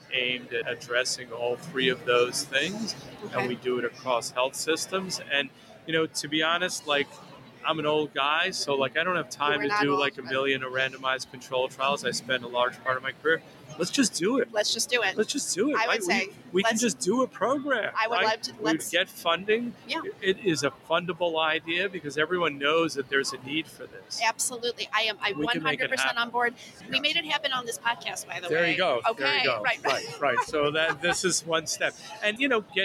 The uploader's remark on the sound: joined The Huddle live at ADCES' 2023 annual meeting in August